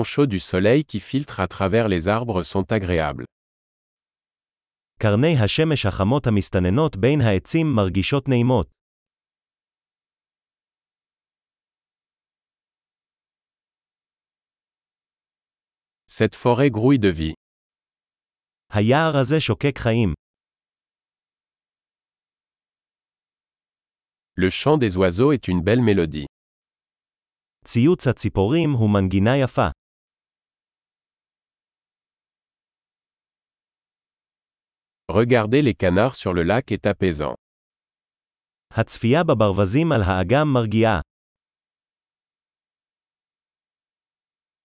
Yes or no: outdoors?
yes